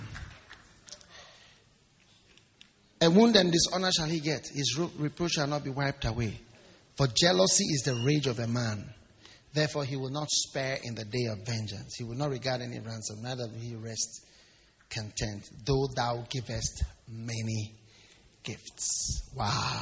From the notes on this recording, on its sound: Preached at the Wisdom Impartation Service.